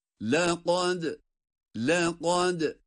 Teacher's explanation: Kaf kalın, dal ince.